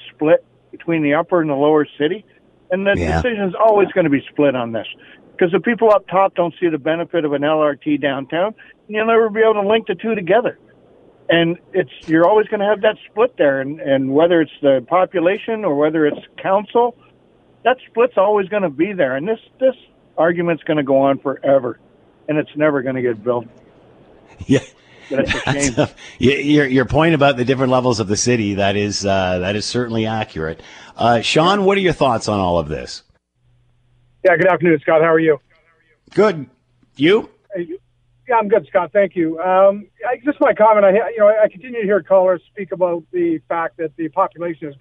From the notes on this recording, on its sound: Opened the phone lines to find out what the people of Hamilton had to say about the LRT news.